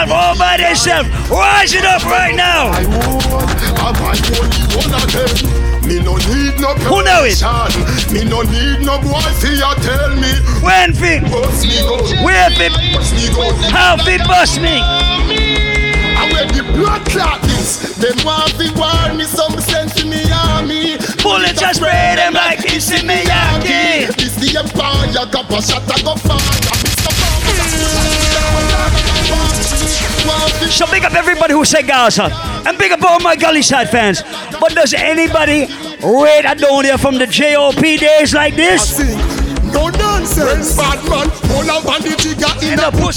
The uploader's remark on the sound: Live audio recording of my set at the Chill Weekend Mint Tea Brunch in Philly on July 8